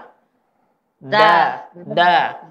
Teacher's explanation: Kalau kita mengucapkan da nggak ada nafas. Kalau kita baca da, da, berarti ada nafas.